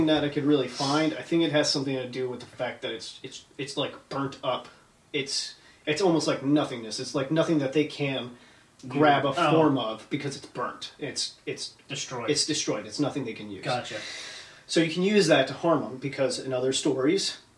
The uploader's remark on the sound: Sorry for the audio quality, our mics were having issues!